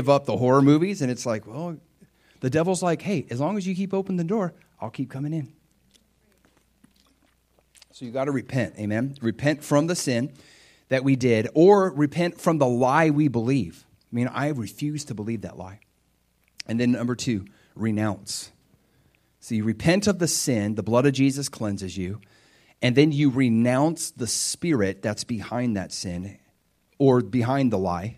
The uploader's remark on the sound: This is a practical message I preached at my church